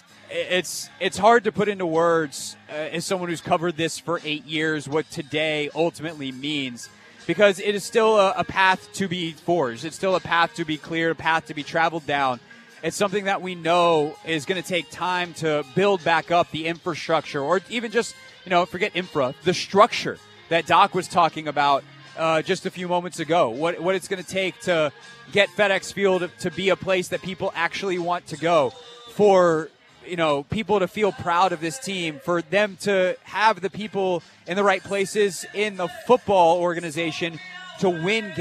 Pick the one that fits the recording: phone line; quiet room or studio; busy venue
busy venue